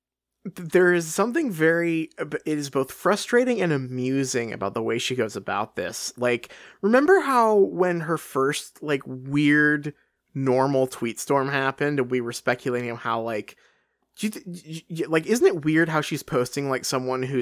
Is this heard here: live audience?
no